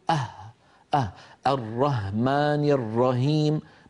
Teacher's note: نجد بأن كثيرا من الإخوة مثلا الأوروبيين يبدلون الحاء هاء